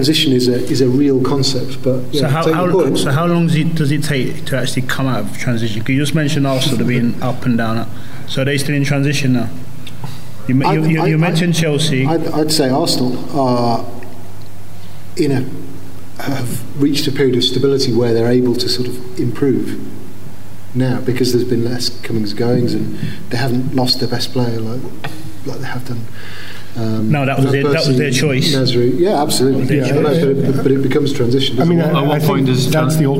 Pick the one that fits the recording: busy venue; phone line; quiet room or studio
busy venue